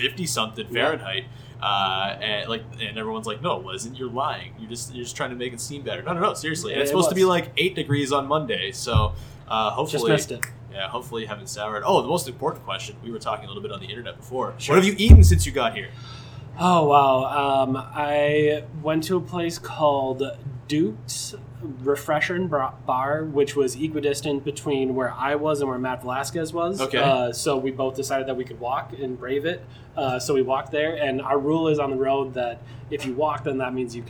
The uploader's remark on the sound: Live! from Raptors/Bucks